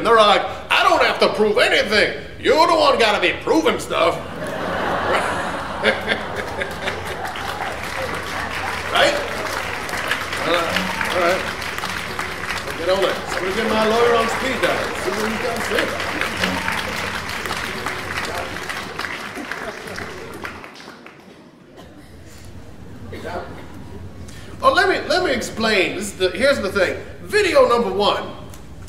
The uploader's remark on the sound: Live from the Underground. Performed to a sold out crowd at the Underground.